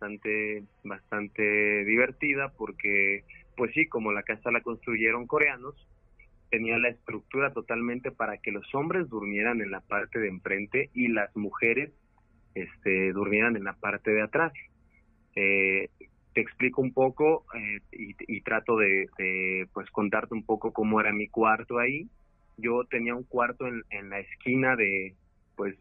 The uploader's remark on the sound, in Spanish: Contamos con la llamada en vivo de un escucha que nos comparte su reacción al enfrentar cara a cara lo sobrenatural.